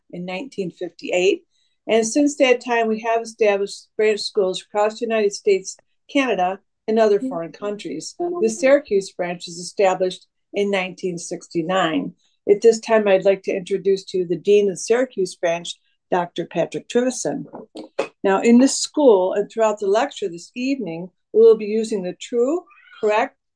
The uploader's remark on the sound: September 20th, 2023 Syracuse Zoom Class.